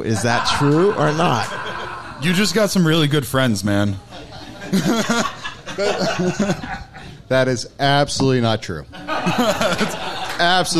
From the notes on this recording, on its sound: Got together on July 28th at Tattooed Mom on South Street for an extra hilarious and informative Beer and Booze Broz live show! Thanks to Obie Media for recording the live show.